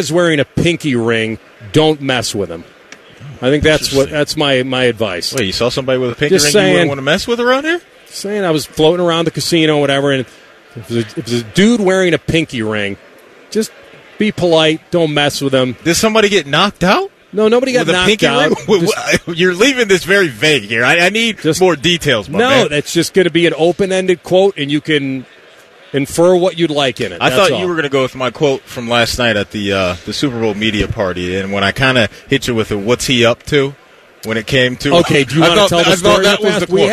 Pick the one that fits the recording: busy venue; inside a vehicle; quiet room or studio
busy venue